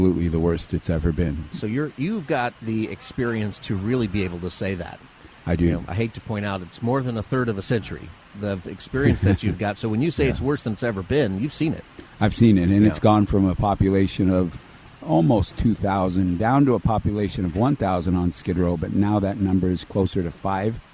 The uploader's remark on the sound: Live From Union Rescue Mission! Live from Union Rescue Mission right in the heart of Skid Row.